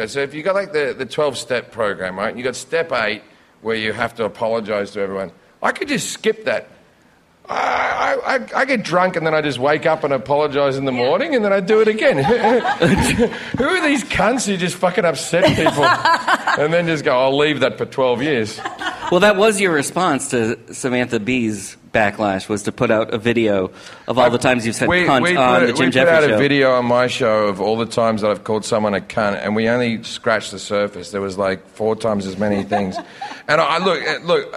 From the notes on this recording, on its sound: This is a special edition of Last Things First, recorded live during Clusterfest 2018 in San Francisco. Comedy Central was kind enough to ask me to host a series of Clusterfest panels for the media that they called fireside chats.